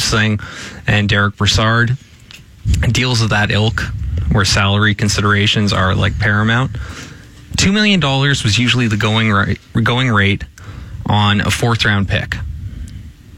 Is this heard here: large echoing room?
no